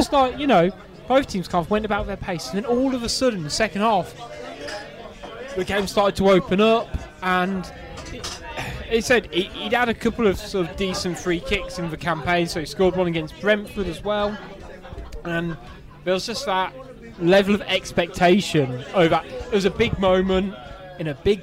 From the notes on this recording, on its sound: Recorded at the Lych Gate Tavern in Wolverhampton